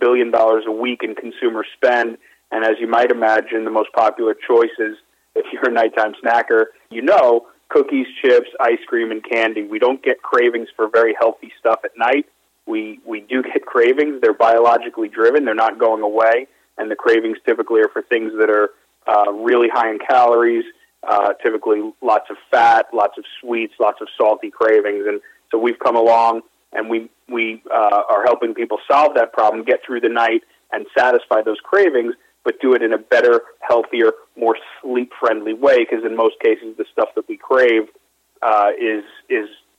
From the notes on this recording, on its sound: called in to SmallCapVoice.